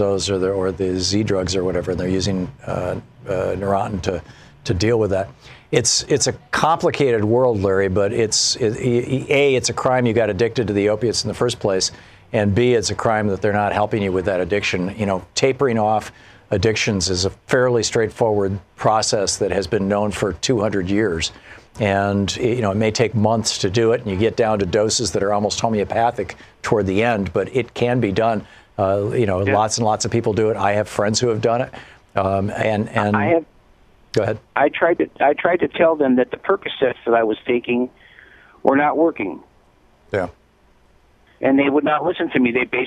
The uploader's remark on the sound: Listeners call in with their often life and death experiences.